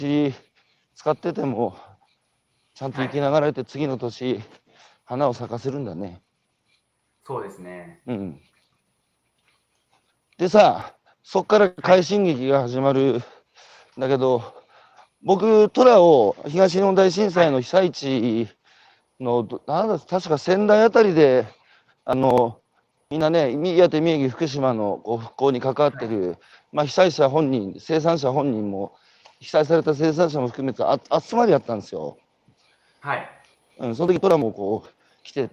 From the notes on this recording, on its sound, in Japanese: 長野市のリンゴ農園「株式会社フルプロ」。歩きながら1時間、対談する。